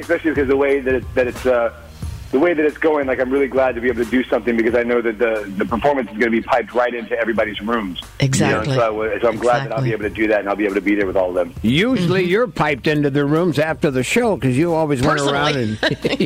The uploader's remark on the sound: called into The Big Show